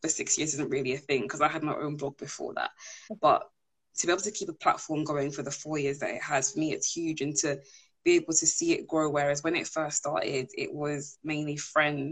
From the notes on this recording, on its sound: live Instagram interview